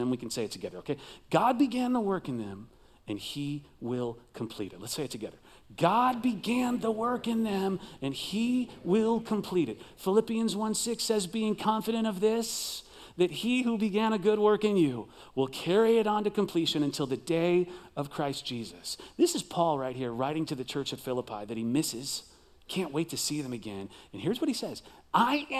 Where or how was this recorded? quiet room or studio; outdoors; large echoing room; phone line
large echoing room